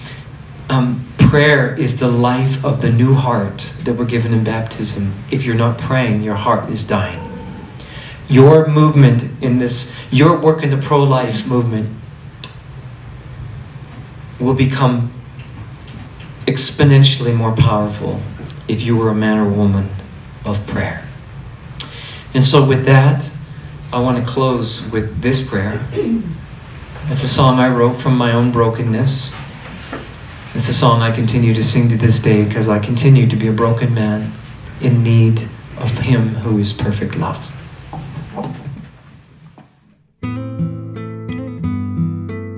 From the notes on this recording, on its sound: my talk at the 2024 Alberta March for Life and Edmonton Pro-Life Conference